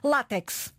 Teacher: É uma palavra que tem o acento tónico na penúltima. · Term: palavra grave